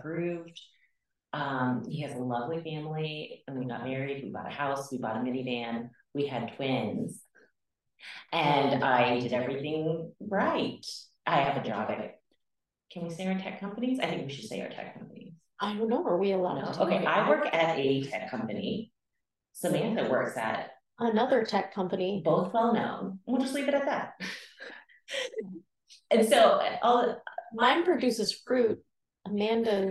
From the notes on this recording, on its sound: struggle to understand how to use the mics without an echo